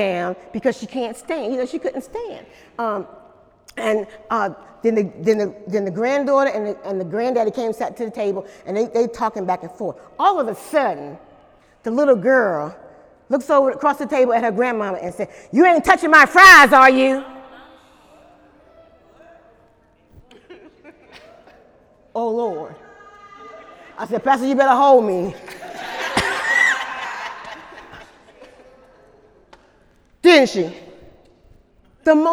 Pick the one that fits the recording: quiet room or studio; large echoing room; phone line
large echoing room